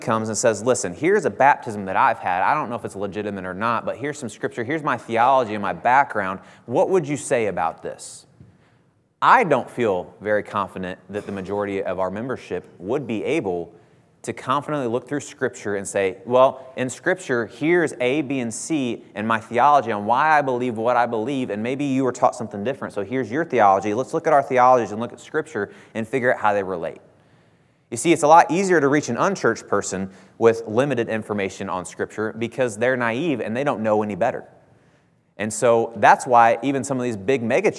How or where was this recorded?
large echoing room